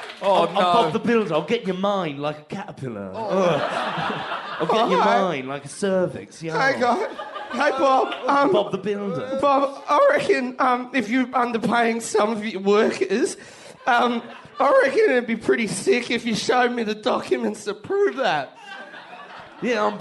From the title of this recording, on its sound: LIVE FROM SOHO THEATRE LONDON